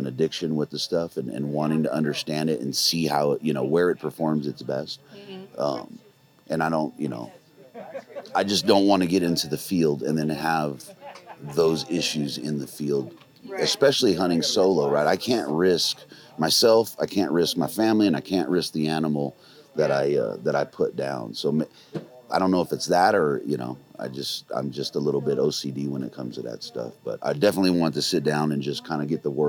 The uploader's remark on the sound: Live from the second annual Western Hunt Fest. After two days of elk-calling competition, seminars, 3D courses, and The PackOut challenge.